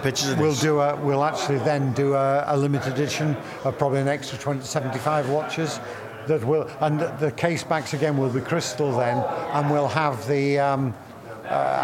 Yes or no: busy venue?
yes